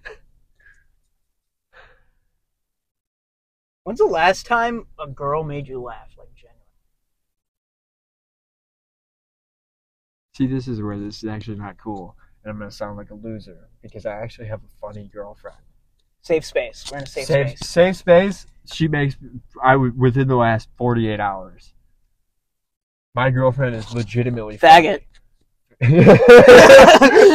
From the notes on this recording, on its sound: Sorry the audio quality is shit